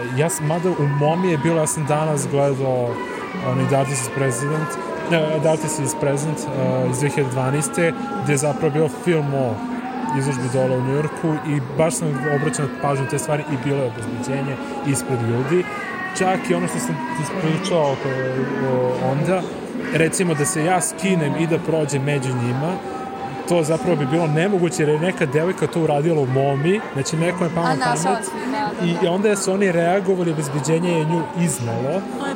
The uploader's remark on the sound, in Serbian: Epizoda je snimana tokom našeg prolaska kroz izložbu gde komentarišemo sve što vidimo i iznosimo svoje utiske na licu mesta, a na kraju epizode utiske sumiramo u studiju. Sav zvuk korišćen u ovoj epizodi je snimljen tokom našeg obilaska i sastavni je deo izložbe.